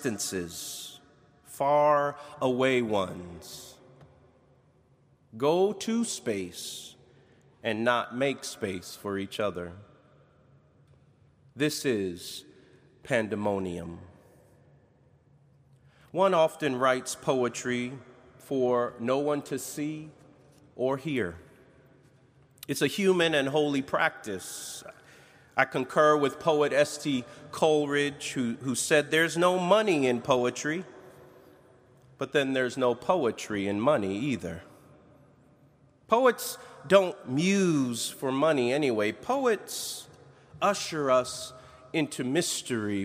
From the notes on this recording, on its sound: preached on August 29, 2021, at Duke University Chapel